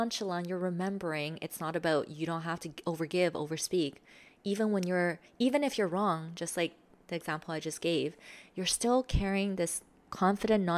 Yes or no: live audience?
no